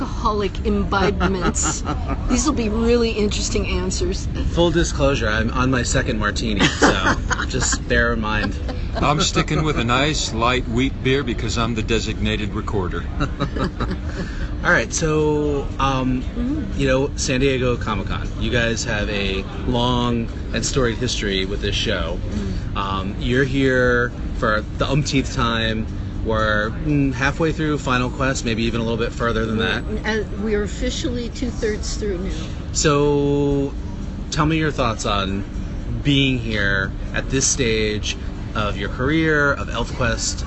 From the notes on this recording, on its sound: San Diego Comic-Con 2016. The Dark Horse Comics party at San Diego Comic-Con International.